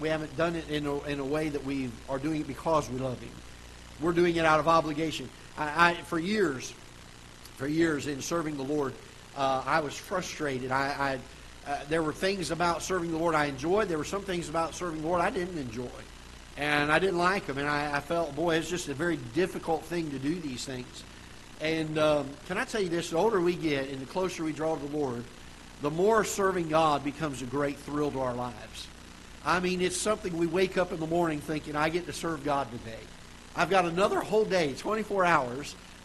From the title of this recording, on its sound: Ketha Heights Baptist Church ~ Live Broadcast